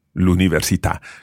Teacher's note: The stress goes on the last syllable there.